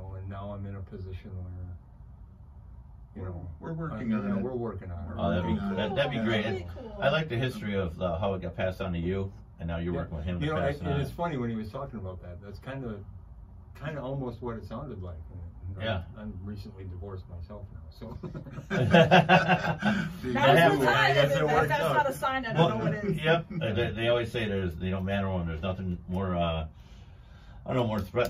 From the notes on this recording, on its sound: Apologies if there are any audio issues, you may have to turn up your volume a bit. There were some issues in studio with the sound for the second part.